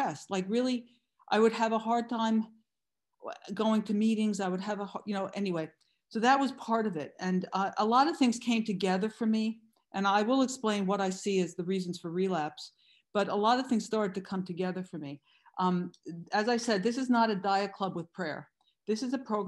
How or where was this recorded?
video call